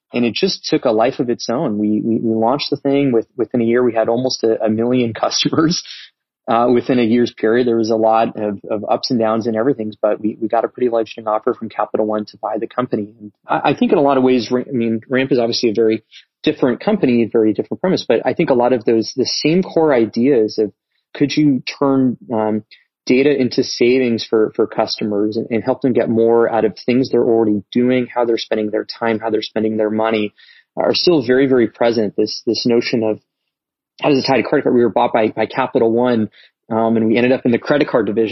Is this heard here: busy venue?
no